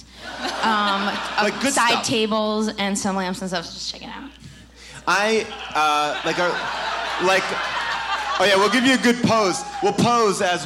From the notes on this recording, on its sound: Recorded LIVE from Irving Plaza in New York